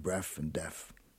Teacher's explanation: kids in the inner city oftentimes use F instead of TH at the ends of words